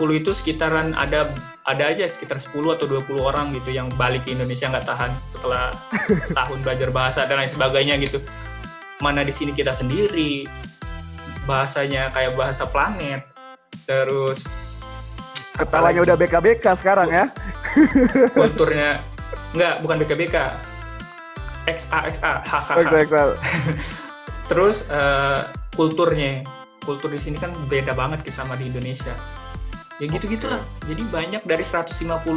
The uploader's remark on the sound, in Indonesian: kegiatan zoom to zoom ku